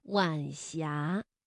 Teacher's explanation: 晚霞是晚和阳平字相连，声调呢读二一调